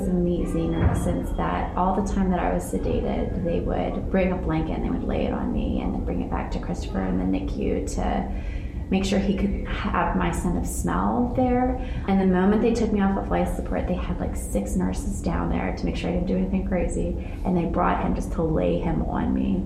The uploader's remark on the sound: Live from the IMC